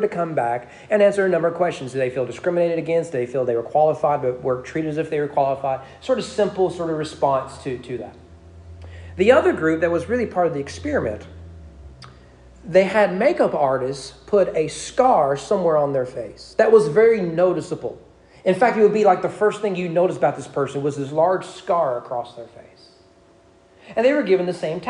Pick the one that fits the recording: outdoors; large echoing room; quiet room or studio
large echoing room